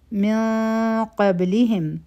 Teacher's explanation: کمستخلف الذین من قبلهم، د نون ساکن نه پس قاف راغی، دلته کې به مونږه غټه اخفا کو، هیوی اخفا، او په با باندې سکون دی نو قلقله به کو